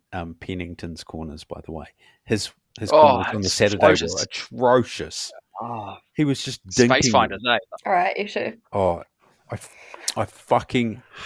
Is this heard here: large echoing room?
no